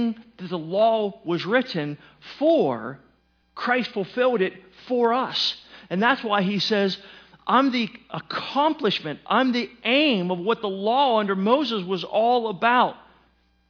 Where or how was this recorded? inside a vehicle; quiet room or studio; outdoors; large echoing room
large echoing room